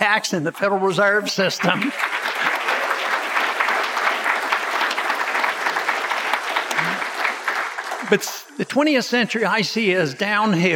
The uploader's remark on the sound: Recorded at the Mises Circle in Houston, Texas, on 30 January 2016.